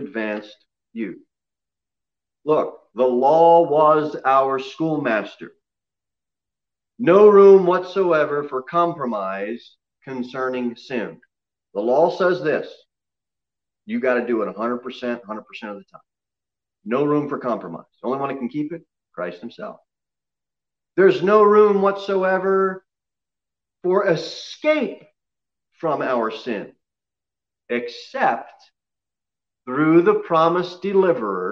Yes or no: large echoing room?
yes